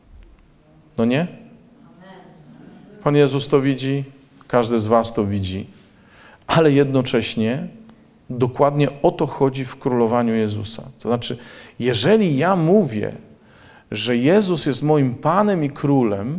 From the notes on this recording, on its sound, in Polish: Posłuchajcie nagrania dokonanego podczas mszy w dniu Koinonii, w Błotnicy!